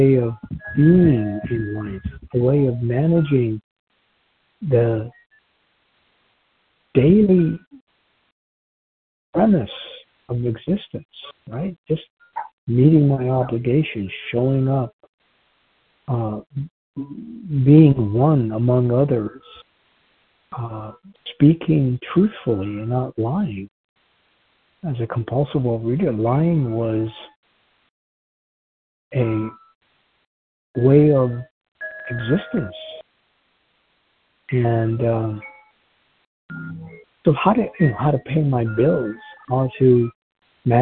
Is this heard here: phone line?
yes